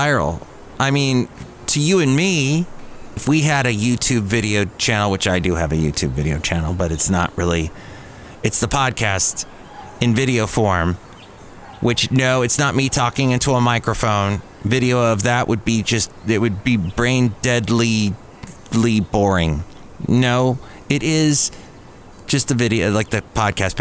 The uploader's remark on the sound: podcasts live from Café Anyway